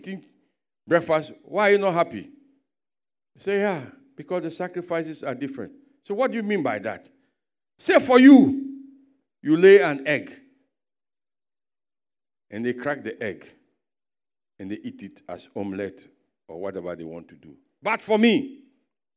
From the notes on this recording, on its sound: Sermon preached at CBC Shiashie Campus Pagash Service